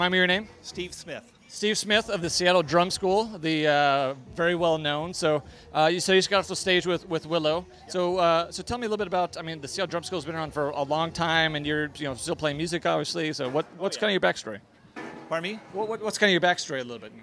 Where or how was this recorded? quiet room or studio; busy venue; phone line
busy venue